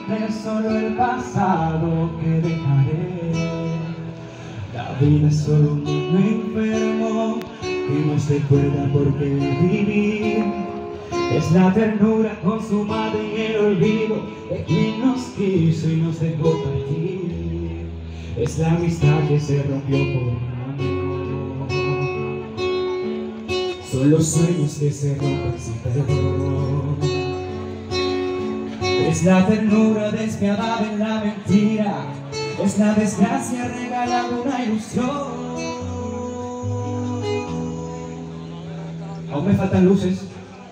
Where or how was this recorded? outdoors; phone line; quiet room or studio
outdoors